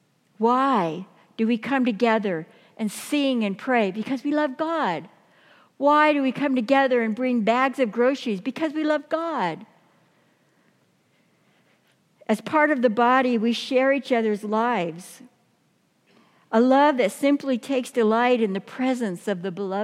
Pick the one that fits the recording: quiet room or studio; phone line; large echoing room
large echoing room